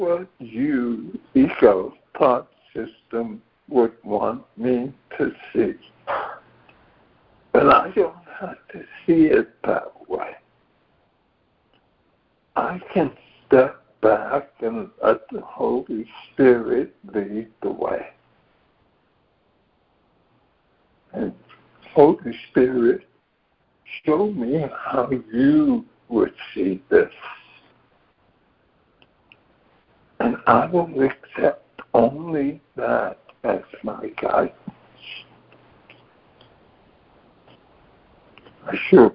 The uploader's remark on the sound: ACIM Daily Conference Call